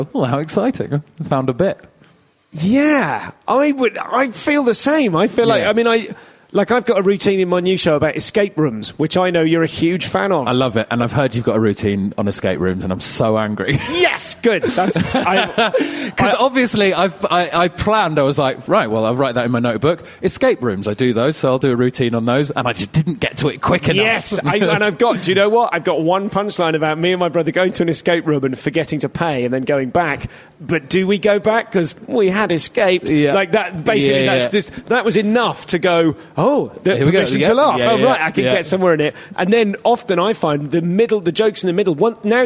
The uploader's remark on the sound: Live at Stonefree Festival